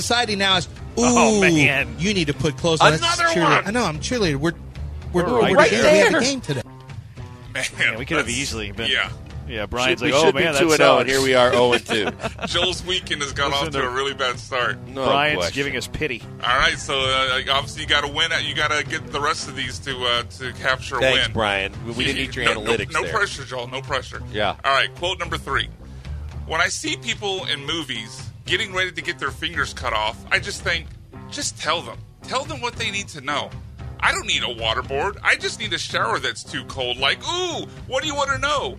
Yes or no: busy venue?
yes